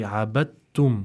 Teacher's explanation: That means we don't pronounce the dal when reciting this word, and we instead say abattum. We go straight to the ta, which has a shadda on it, and pretty much skip the dal in terms of the way that we pronounce it. · Term: idgham mutajanisain